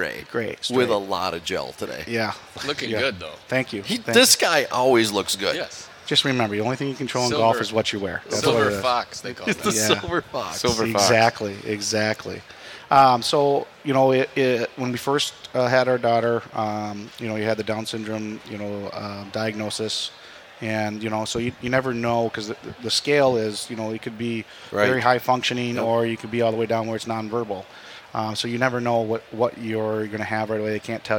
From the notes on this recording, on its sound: LIVE from the Golf Show. 2024 Minnesota Golf Show!